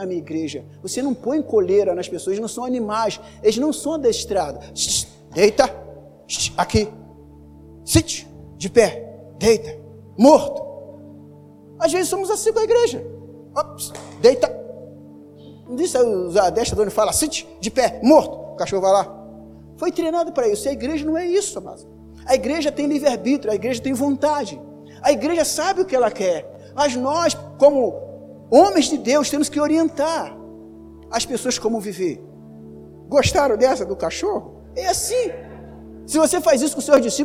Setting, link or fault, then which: setting, large echoing room